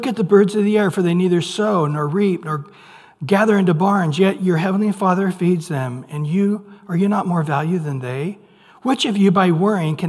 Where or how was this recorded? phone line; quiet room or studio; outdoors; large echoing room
large echoing room